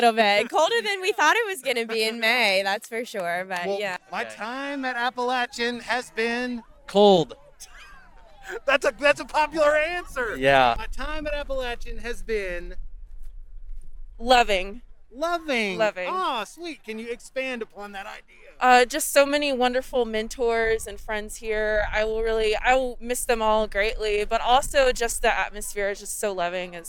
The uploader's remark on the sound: In-person commencement ceremonies are back at Appalachian. Witness the sights and sounds of Spring 2021 Commencement.